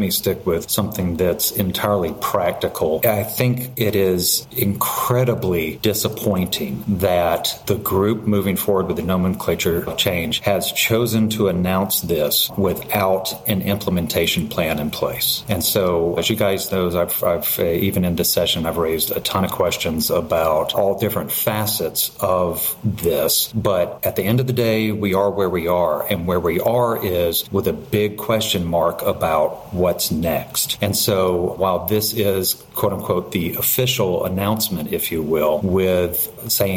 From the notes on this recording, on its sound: Surfing NASH delivered an additional wrap-up session on-site in Vienna as a part of its real-time coverage of a truly thought-provoking EASL Congress 2023 . This is the first of four conversations held after the Saturday late breakers.